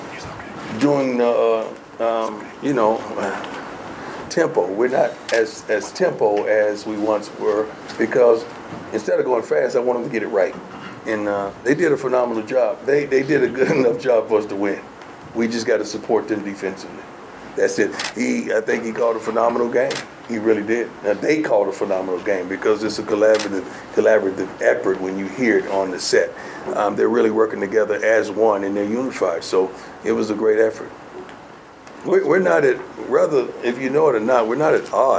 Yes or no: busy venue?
yes